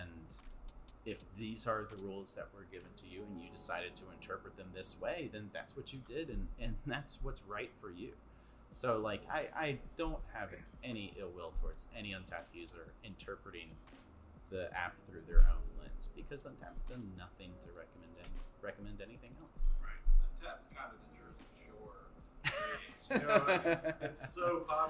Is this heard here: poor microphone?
yes